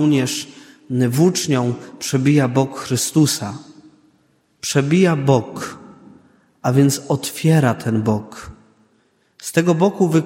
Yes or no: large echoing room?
yes